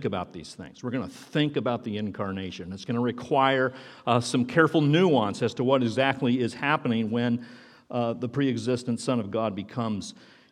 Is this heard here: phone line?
no